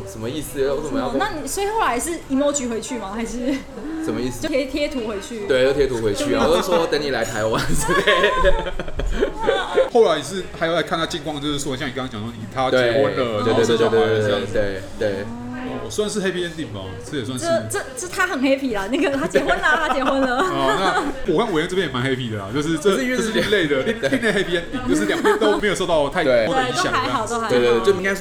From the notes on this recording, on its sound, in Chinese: 本集白噪音指數：微風級 2/5。錄音地點：印度咖哩吧 - Curry Lounge。